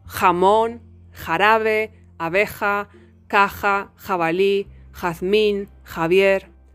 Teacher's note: you'll block the air, causing the friction in the velum